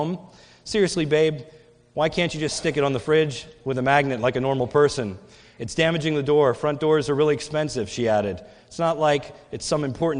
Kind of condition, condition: setting, large echoing room